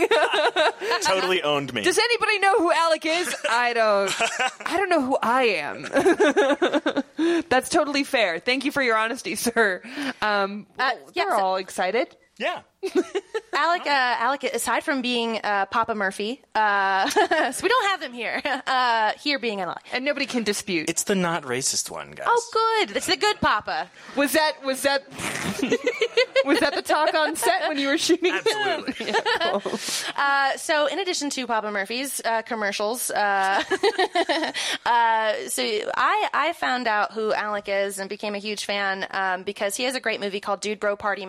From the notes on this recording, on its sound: Joins us live on-stage. This is a live episode of Everything's Coming Up Simpsons recorded live at the Alamo Drafthouse in Denver last year. This audio is considered a lost tape – in fact, we were unsure it would ever see the light of day.